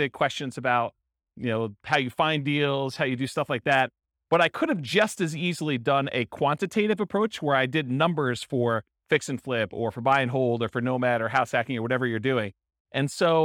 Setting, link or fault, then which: setting, live audience